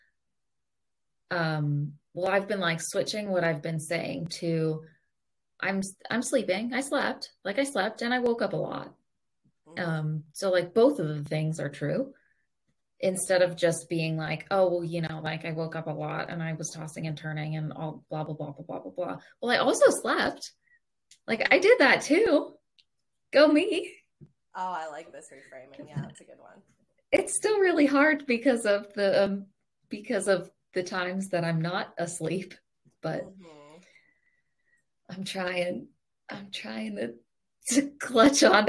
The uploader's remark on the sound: we apologize for the poor video quality & sound due to a technical difficulty with our recording software